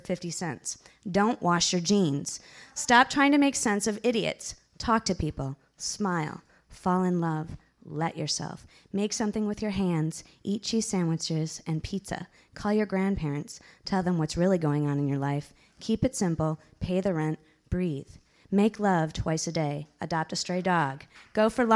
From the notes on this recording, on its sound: Part 1 of the Kzoo Poetry Slam from January 2000 contains the open-mic portion of the show.